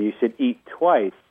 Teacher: on paper, there's two T's, but when we say it, there's only one. Your tongue never leaves the top of your mouth. · Term: telegraphing the T's